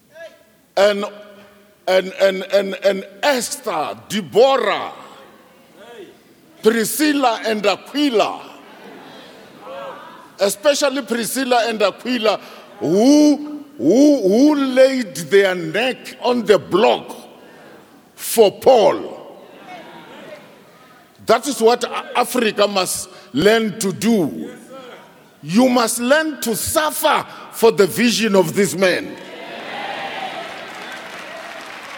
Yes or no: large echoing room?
yes